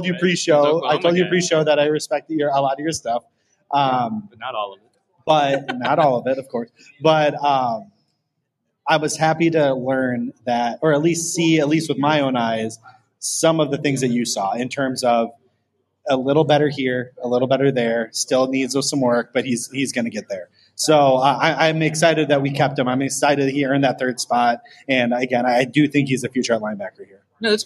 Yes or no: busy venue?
yes